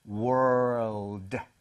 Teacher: R 발음할 때 혀가 뒤쪽으로 당겨져야 된다는 거